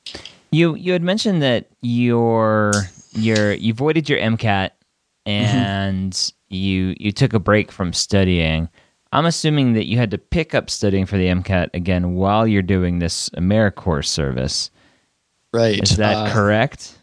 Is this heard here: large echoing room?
no